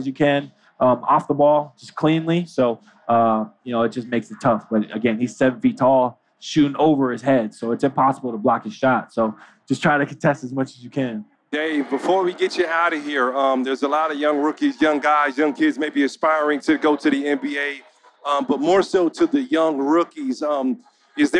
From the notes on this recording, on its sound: LIVE from NBA Con at Summer League in Las Vegas